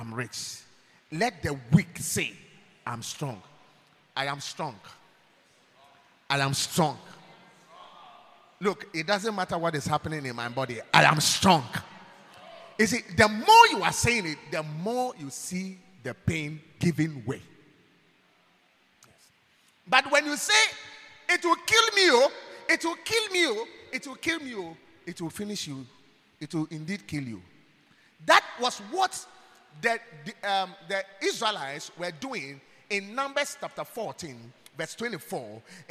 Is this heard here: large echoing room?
yes